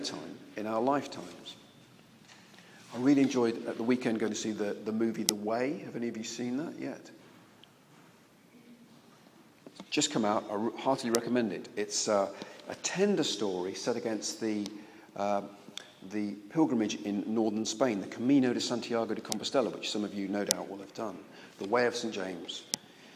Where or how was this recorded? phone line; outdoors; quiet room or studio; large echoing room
large echoing room